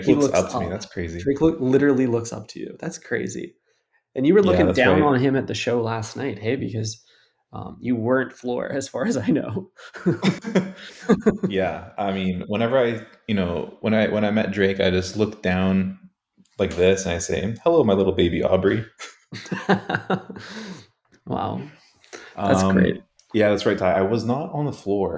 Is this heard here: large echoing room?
no